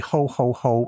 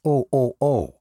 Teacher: they don't pronounce the H · Shown in: second take · so it's more of a O, O, O.